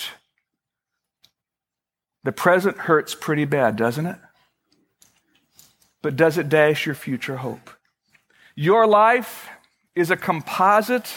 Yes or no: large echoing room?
yes